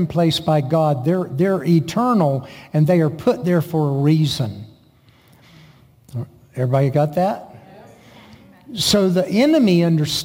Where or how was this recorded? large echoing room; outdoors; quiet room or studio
large echoing room